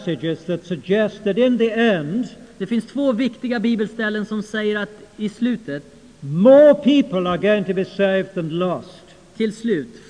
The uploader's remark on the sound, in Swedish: Inspelad i Saronkyrkan, Göteborg 1992-05-21.